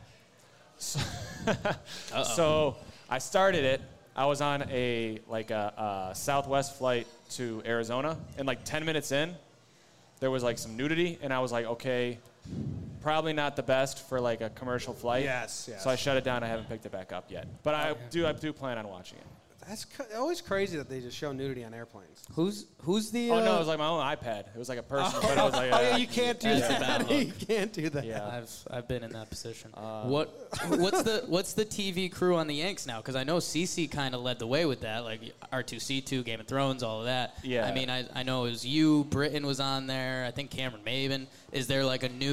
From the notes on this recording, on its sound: Live in Tampa.